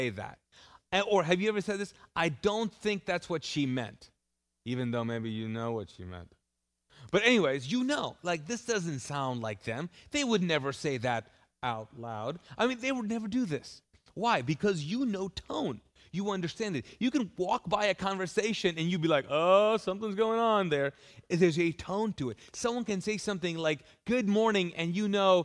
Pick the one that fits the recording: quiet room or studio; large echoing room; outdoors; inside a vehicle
large echoing room